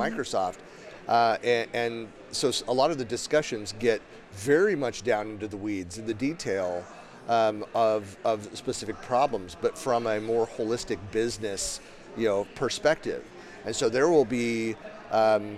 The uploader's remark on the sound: recorded in November 2019 from Microsoft Ignite (#MSIgnite) Podcast Center